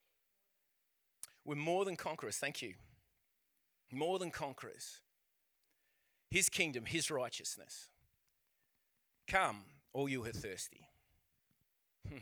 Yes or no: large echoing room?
yes